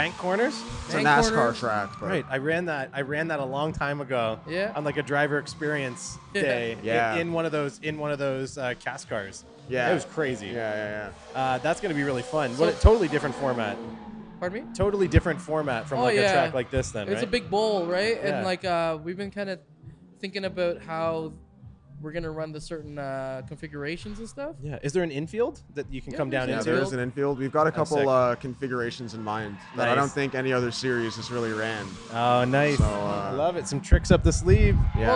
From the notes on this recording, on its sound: I'm live on location at Drift Jam